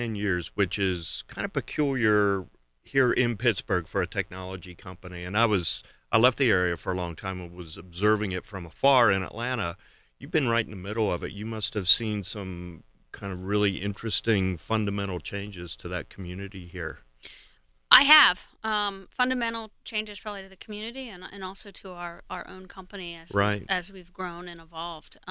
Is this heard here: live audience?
no